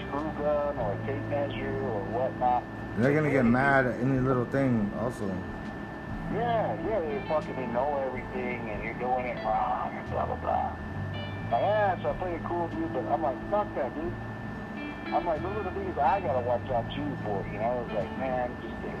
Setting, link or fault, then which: link, phone line